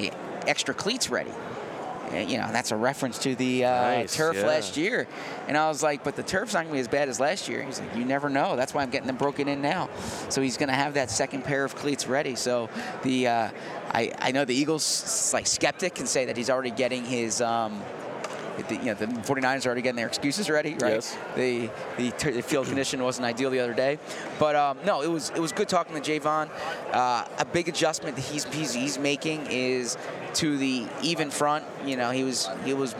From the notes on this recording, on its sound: Live from radio row at the Super Bowl in Las Vegas